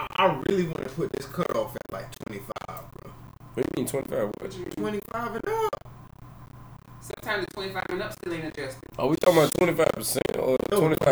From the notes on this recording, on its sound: Although Technical Difficulties occurred with the Audio, We kept recording. We kept pushing and discussing throughout the issue until it was fix at 26:06.